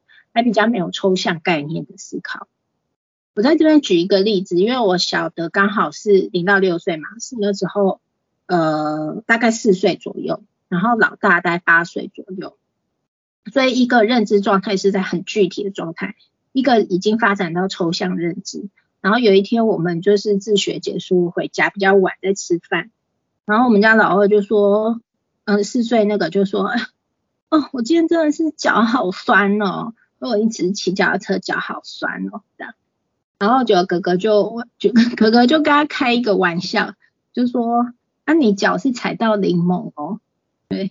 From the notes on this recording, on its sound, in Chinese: 此為線上課程錄音檔。